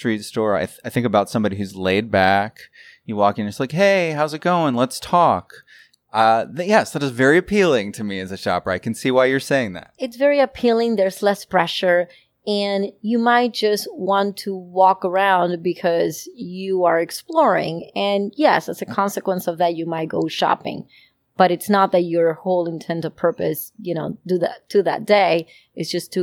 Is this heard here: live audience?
no